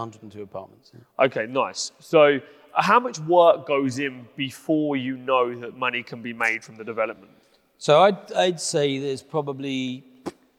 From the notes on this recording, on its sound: we held a private, invitation only, live viewing of the podcast episode